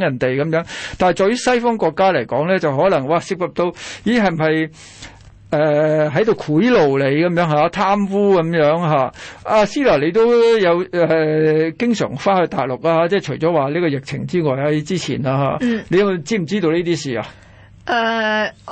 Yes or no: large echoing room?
no